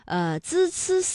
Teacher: 这舌尖是平伸的，是抵住上齿背或者是下齿背，控制舌尖不要抬起 · Term: 平舌音